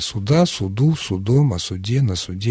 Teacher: При склонении существительного «суд» в формах косвенных падежей ударение падает на окончание